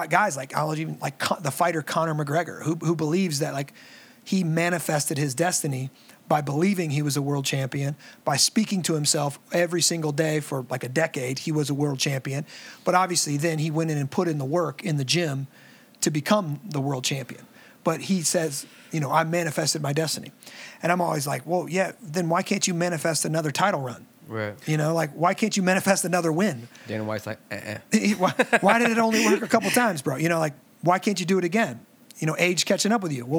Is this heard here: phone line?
no